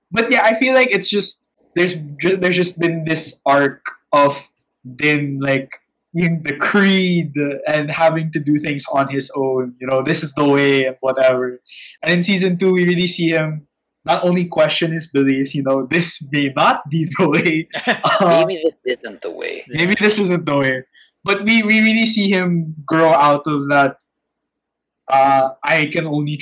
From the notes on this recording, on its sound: These episodes were recorded online given quarantine restrictions - audio quality may differ between the three hosts.